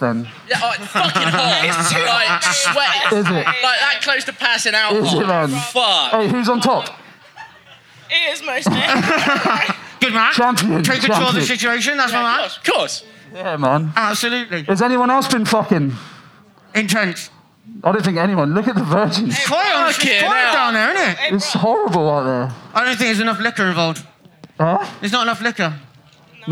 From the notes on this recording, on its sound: Recorded LIVE at Boardmasters on the Cornish Market Stage. We’re joined by some PARDS from the crowd.